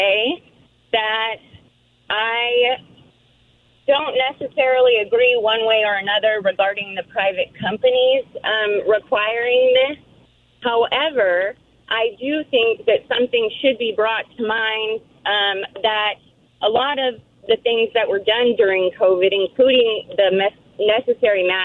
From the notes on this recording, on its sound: Listeners call in to respond.